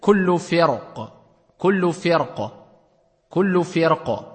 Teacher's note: Si on s'arrête sur le mot, d'accord, donc sur le qaf, on le rend mufakham.